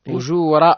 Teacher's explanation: أجو دينا مد طبيعي قدر ألف، أجور راء مفخمة لأنها متحركة بالفتح